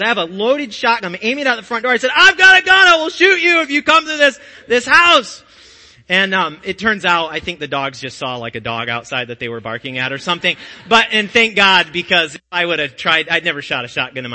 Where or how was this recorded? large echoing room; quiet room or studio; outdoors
large echoing room